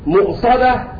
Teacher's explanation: كلمة مؤصدة قرأها أبو عمرو بالهمز · Term: بتحقيق الهمز